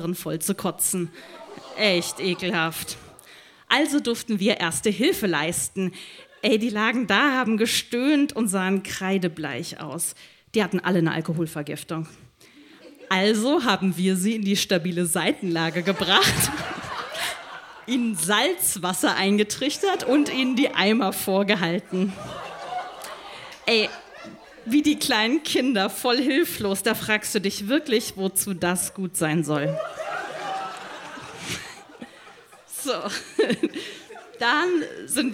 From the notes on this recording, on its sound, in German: Ausschnitte aus der Veranstaltung vom 12.10.2018 im Yoko, Hamburg. Auswahl der Beiträge von der „texte von gestern“-Liveshow am 12.10.2018 im Yoko, Hamburg. Unser tolles Publikum.